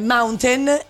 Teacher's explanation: Perché in realtà in California, in quasi tutta la California, il T sound non viene pronunciato. Tipo mountain è mountain.